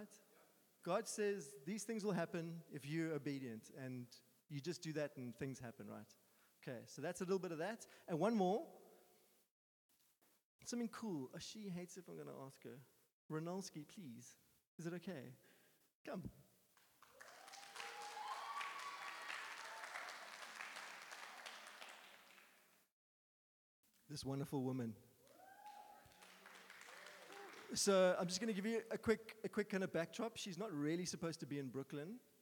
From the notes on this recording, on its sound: Sunday Sermon. At Joshua Generation Church Muizenberg congregation.